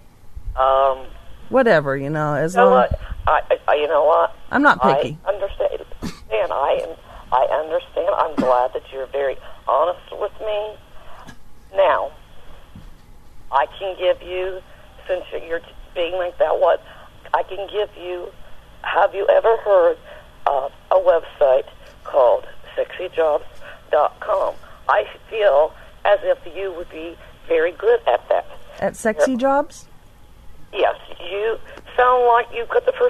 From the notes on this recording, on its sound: Prank Phone Calls